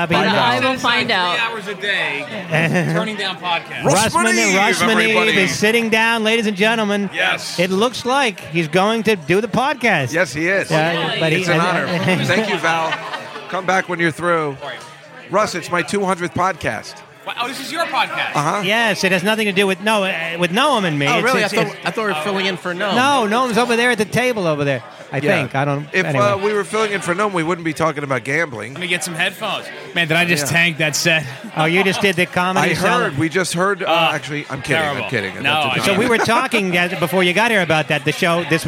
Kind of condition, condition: setting, busy venue